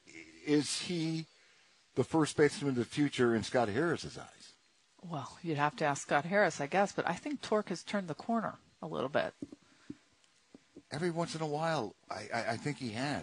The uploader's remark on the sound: live from the 35th annual Catch Golf Outing at the Red Run Golf Club.